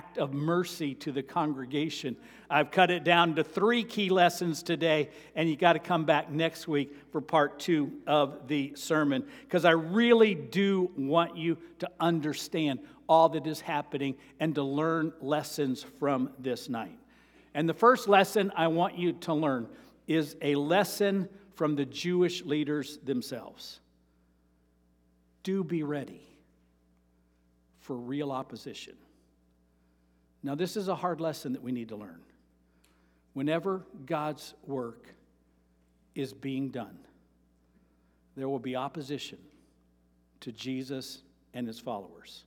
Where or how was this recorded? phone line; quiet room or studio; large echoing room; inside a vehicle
large echoing room